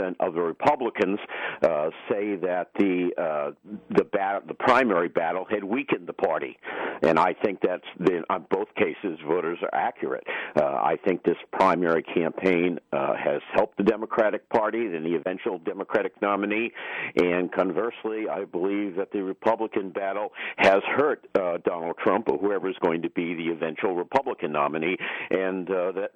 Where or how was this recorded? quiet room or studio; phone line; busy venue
phone line